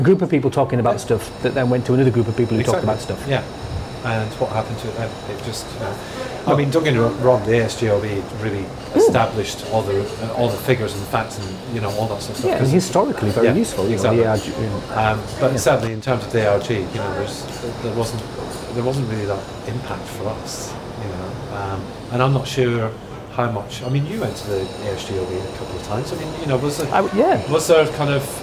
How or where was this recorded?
outdoors